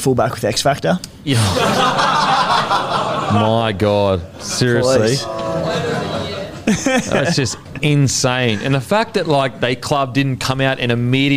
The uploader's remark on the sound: infront of our live audience